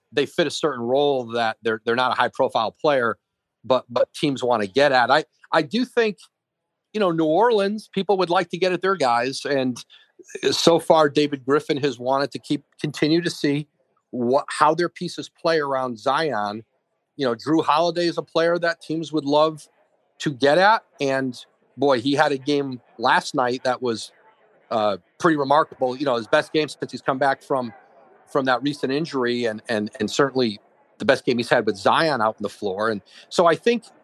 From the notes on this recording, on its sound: Live from radio row in Miami